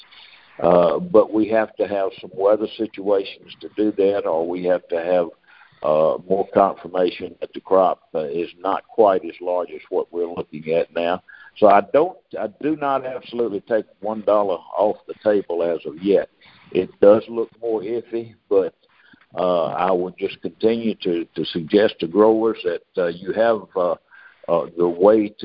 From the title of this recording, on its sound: Monthly Conference Call